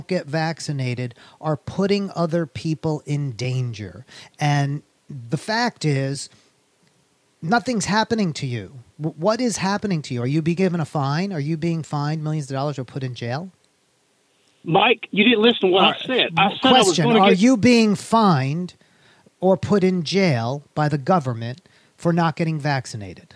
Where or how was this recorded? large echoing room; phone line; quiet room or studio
phone line